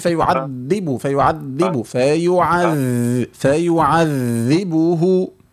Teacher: بين رخاوة الذال جيدا مع الجهر